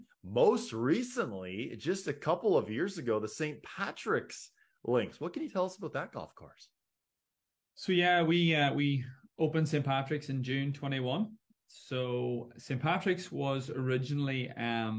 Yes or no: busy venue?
no